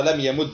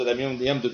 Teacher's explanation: فصار لم يمد بالإدغام ويجوز لم يمدد بالفك